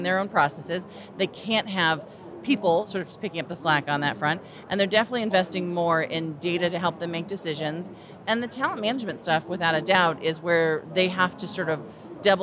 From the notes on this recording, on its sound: As we conclude our series live from the floor of the 2023 HR Technology Conference.